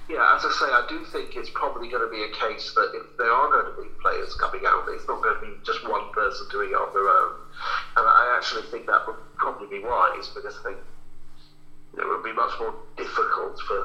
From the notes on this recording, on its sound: joins the lads on the phone